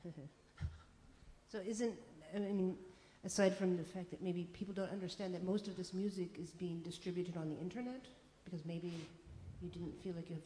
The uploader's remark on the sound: presentation at Audio Poverty in Berlin